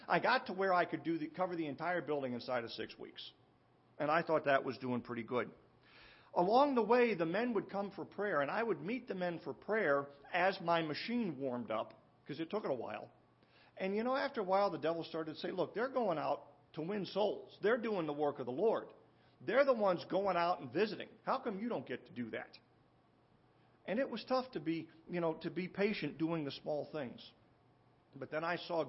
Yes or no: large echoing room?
yes